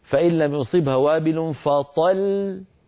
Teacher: كم لام نطقت عند الوقف؟ لام واحدة، مع أنها في الوصل لامان